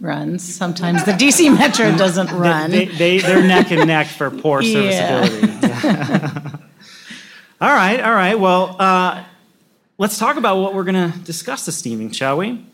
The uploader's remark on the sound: we recorded live at Greentown Labs , the largest cleantech incubator in the country.